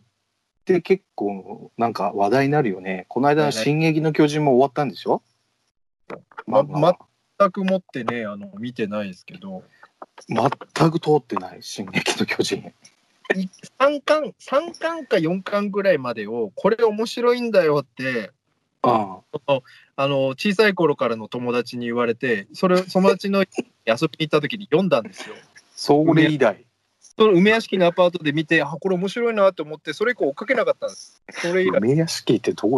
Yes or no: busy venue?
no